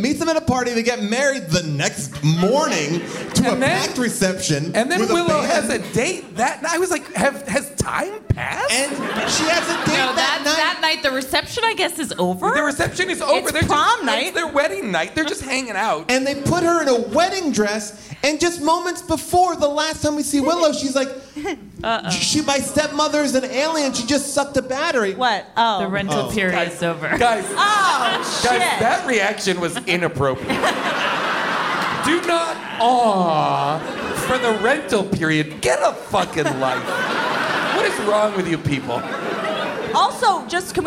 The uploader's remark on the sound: Recorded live from Largo in Los Angeles.